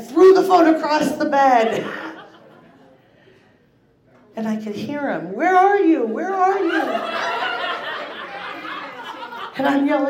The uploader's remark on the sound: About Last Night is a monthly recurring episode releasing a single story from the previous evening's live event! Goes south is a live storytelling event out of Charlotte, NC. This podcast combines audio recordings from these live events to share with you! Goes south live events take place on the 3rd Tuesday of the month at Petra's in Historic Plaza-Midwood, Charlotte, NC.